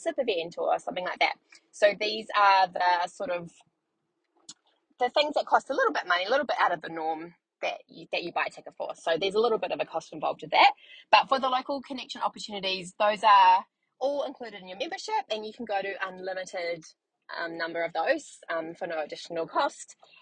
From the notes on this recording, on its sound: On the way to Carindale to pick my son up from the movies. I should record a podcast for busy mums whilst I am also in the car being a busy mum.